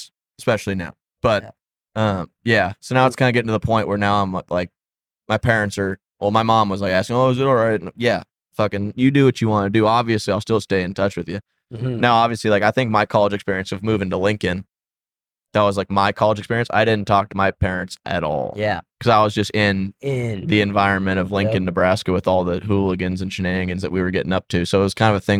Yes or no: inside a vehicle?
yes